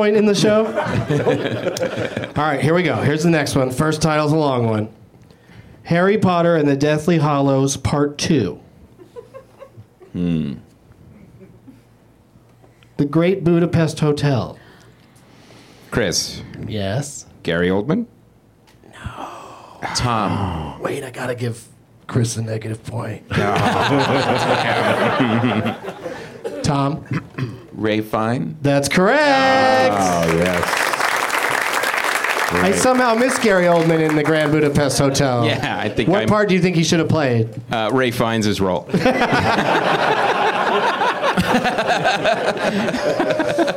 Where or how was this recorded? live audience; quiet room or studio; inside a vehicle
live audience